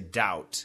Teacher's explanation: The B is silent. There's no B sound.